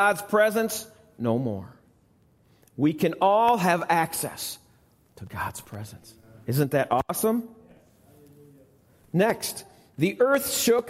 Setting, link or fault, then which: setting, large echoing room